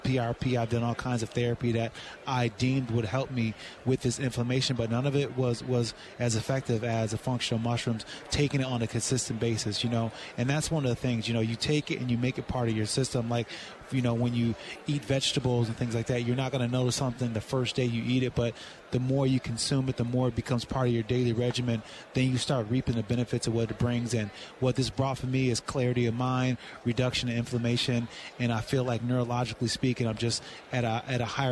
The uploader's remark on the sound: Live From Super Bowl Radio Row